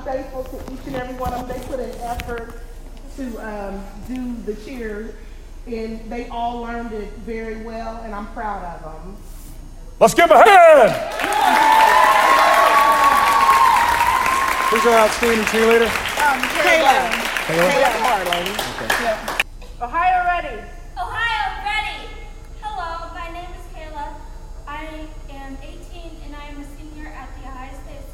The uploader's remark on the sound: We listen in to a panel of alumni who talk about their experiences with reading and writing braille beyond OSSB. We wrap up this month with our pep rally.